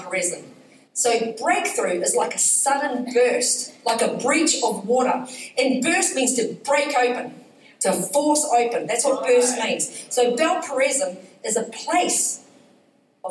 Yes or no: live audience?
yes